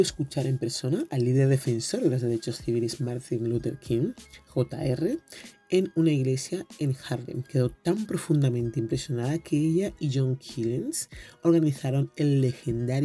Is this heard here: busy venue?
no